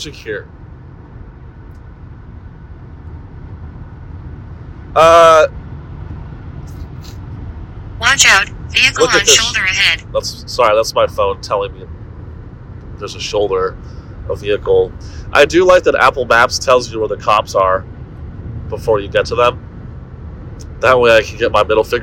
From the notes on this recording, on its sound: In this short audio only episode. Broadcasts to you live from his iPhone while driving to Dallas on I-35 in his Honda. Pardon this trash audio quality, we’re back in the studio next week.